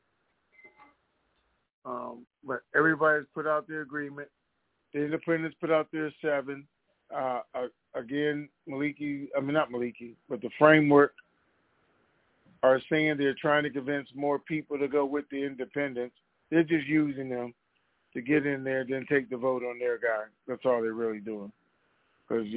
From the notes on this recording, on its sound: TNTSuperfantastic Conference Call.